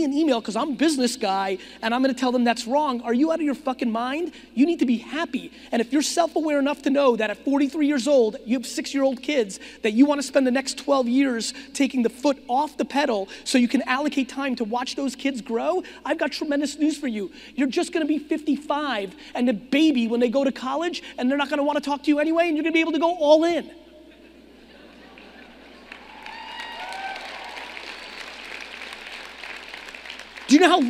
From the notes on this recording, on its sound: a keynote I gave back in 2018 in Phoenix, Arizona!